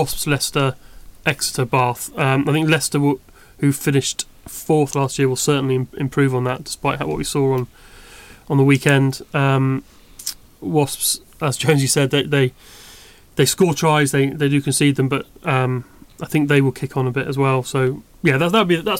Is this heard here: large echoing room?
no